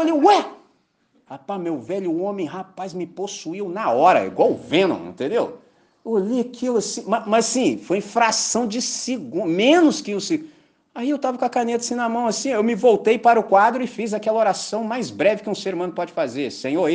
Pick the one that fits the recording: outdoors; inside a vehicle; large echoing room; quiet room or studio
large echoing room